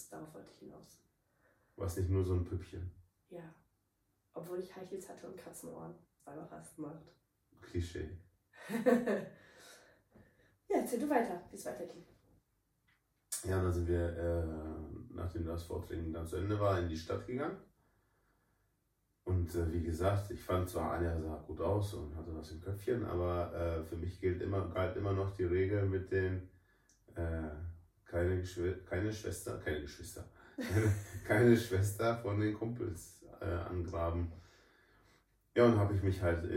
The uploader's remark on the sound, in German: Bitte verzeiht den schlechten Ton von dieser Folge.